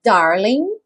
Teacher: sem pronunciar o G, darling